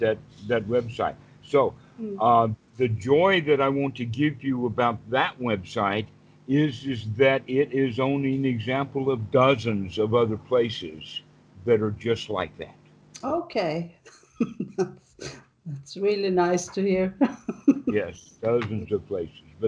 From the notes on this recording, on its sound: skype calls on this channel